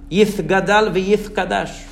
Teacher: So some of the communities, for example, the Iraqis, say tha, yith gadal v'yith kadash. You can hear them, you know, they say the TH.